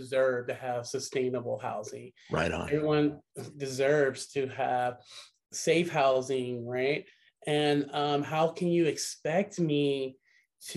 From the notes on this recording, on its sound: Recorded 1.17.2022 from Raleigh, NC & Richmond, VA on Zoom.